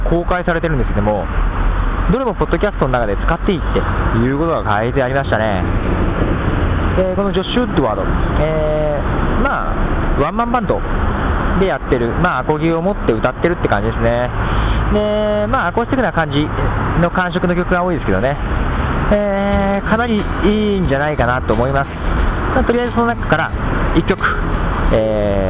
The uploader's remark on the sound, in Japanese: 最後に、番組スタイルとして、なぜにいつも外で録音かということを。